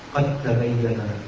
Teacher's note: الدال في التاء اذا نحذف الدال وننطق التاء مشددة